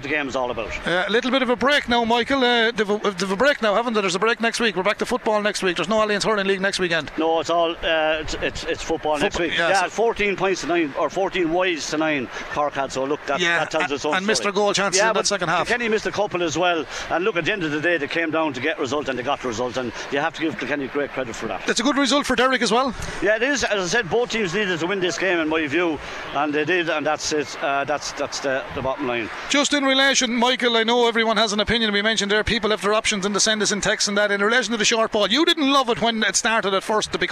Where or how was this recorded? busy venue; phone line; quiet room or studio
busy venue